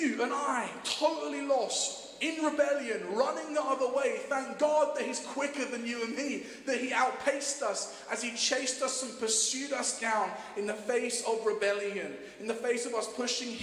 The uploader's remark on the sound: Streamed live at St Paul's Shadwell